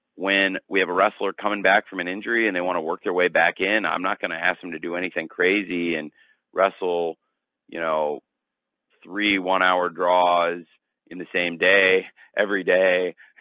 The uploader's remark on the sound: Media Call